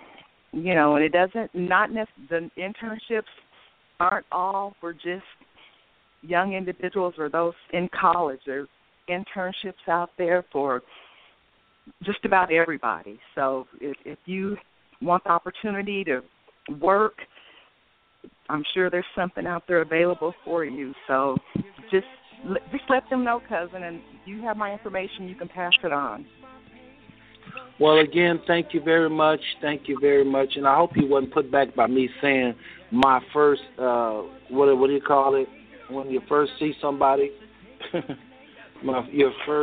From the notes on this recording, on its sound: THIS OLDER SHOW HAD THE MOST FAMILY ON THE PHONE LINE WITH OVER 6 GUEST AND LOTS OF DIALOGUE.